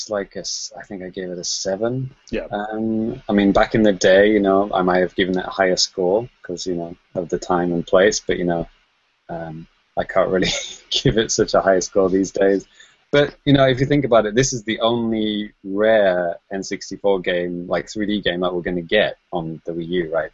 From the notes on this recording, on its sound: Recorded on Google Hangouts On Air live